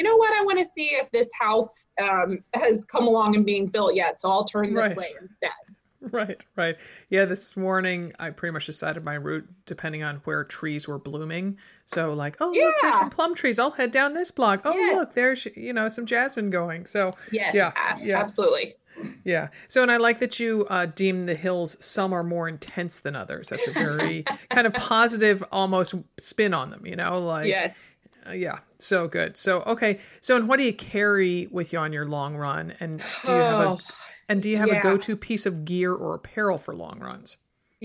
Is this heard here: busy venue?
no